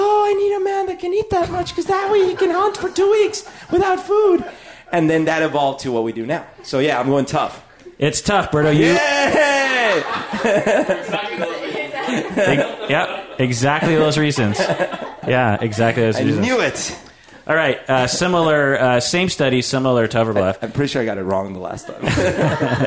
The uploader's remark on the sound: a live podcast for patrons